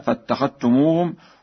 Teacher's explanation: قرأ ورش بإدغام الذال في التاء هكذا: فاتخذتموهم، وبضم السين في سخريا هكذا: سخريا.